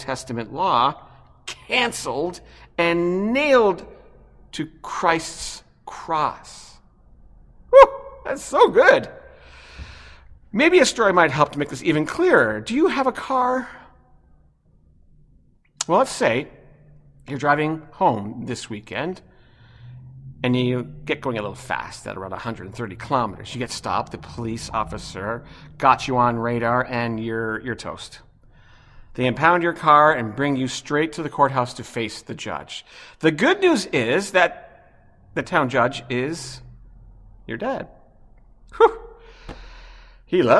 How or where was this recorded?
large echoing room